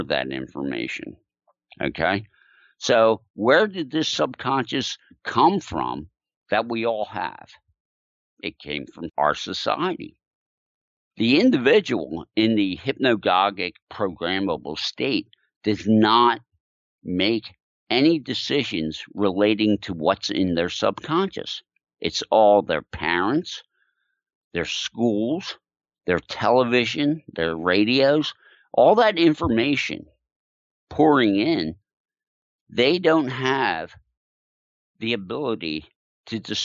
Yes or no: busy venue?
no